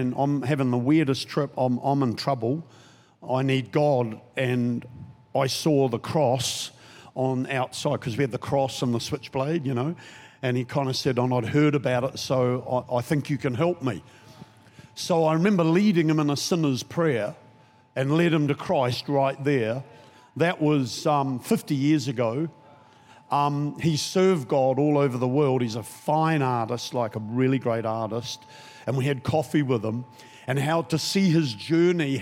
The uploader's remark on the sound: Recorded during our 5pm service on Sunday, the 25th of June 2023